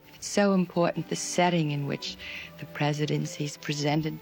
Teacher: The unmistakable, breathy voice of Jackie Kennedy